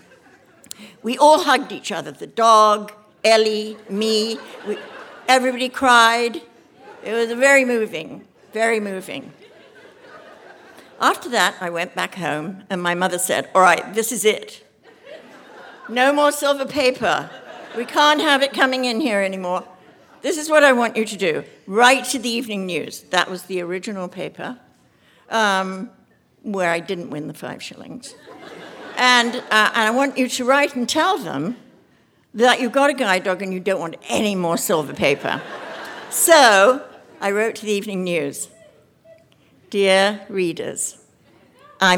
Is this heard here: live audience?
yes